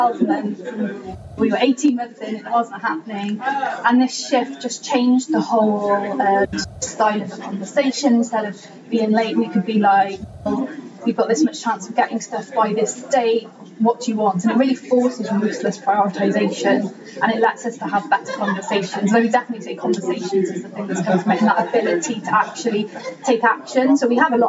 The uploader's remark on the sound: Lean Agile Brighton 23 Talk In Ten. We find ourselves at Lean Agile Brighton 2023 interviewing world class Agilists getting their "Talks In Ten".